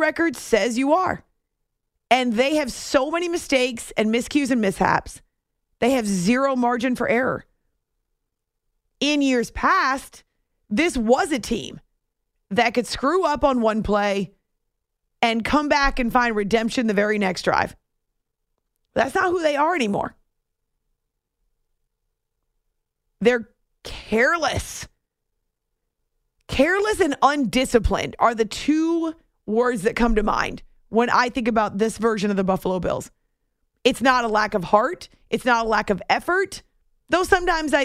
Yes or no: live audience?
no